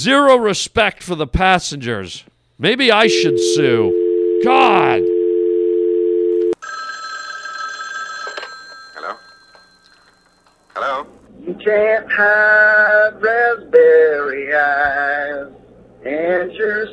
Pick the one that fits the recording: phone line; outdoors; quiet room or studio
phone line